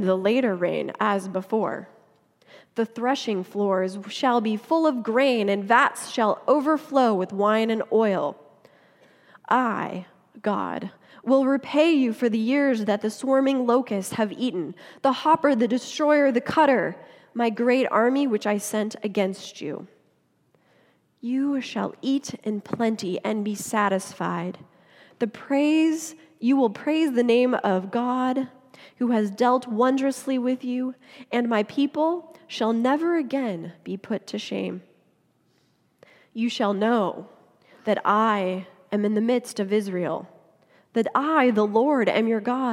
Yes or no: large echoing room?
yes